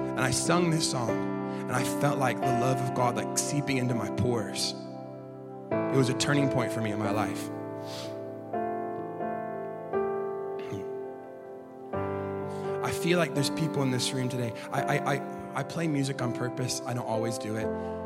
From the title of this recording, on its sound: LIVE at Echo Church